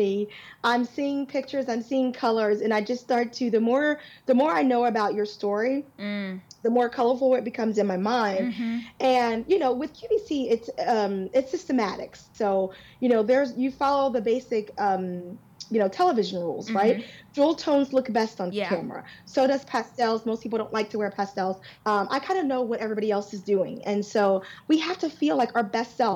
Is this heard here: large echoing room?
no